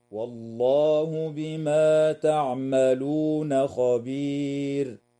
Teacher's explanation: والوقف عليها من قبيل الوقف التام مع وجوب ترقيق الراء وقفا